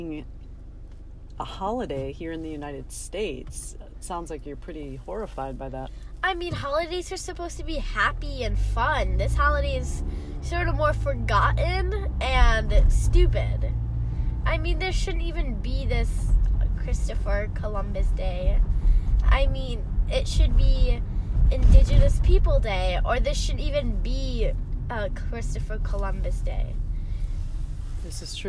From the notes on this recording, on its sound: Brief, unedited, unscripted, thought generating dialog, recorded on my commutes to the office and other random places. This is episode was generated while on an evening ice cream run.